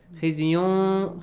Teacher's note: Tanween plus waw, merge them, right?